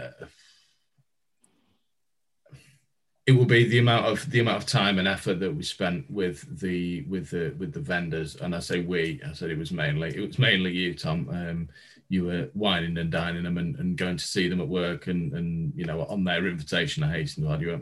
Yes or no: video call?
yes